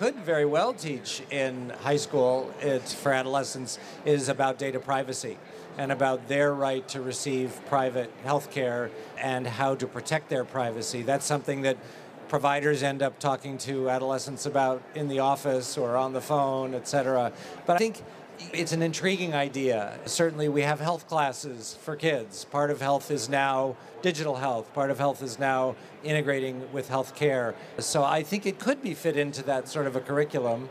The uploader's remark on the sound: Live at HIMSS 2023